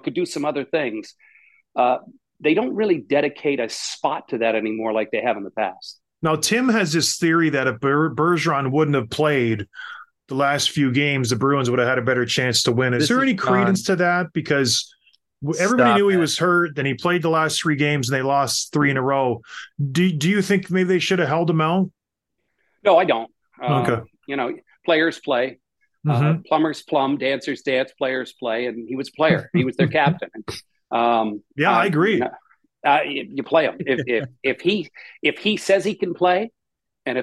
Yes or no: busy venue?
no